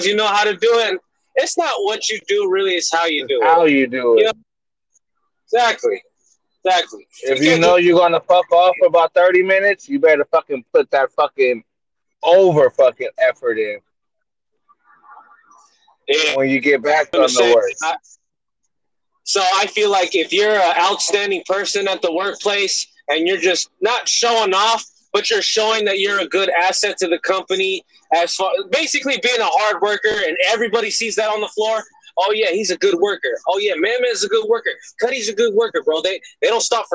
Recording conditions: inside a vehicle